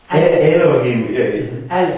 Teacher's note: da ist eine Mischung aus einem E und dem Schwa-Laut